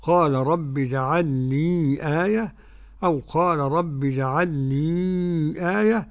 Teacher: والباقون بتسكين الياء تصير عندهم مدا منفصلا